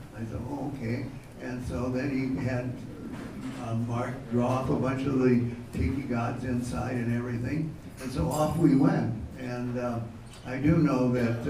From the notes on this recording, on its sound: This was recorded live at the ESPN Zone in Downtown Disney in Anaheim, during the MiceAge 10th Anniversary Breakfast Celebration!